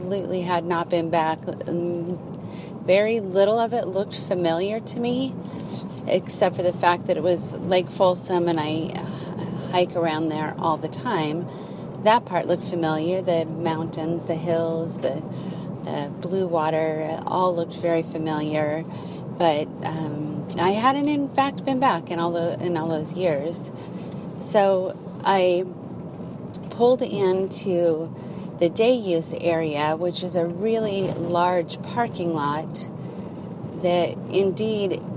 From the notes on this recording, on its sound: I drive around and record while visit Penryn.